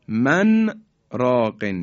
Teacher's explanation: در عبارت من راقن در سوره مبارکه قیامه آیه 27 نون ساکنه در حرف را هم اظهار میشه، من راقن، این من راقن ادغام نمی کنیم.